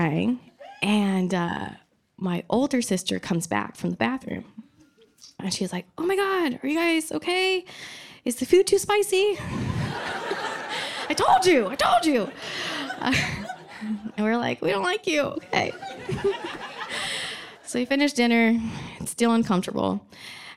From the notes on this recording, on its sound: The second installment of the Worth Repeating live event features the last of the stories with the theme, Elevated.